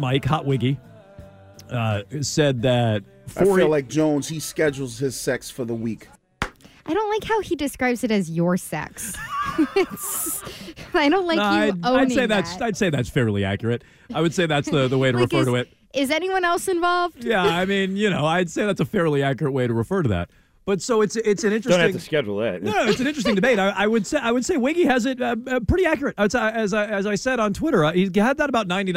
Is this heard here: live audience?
no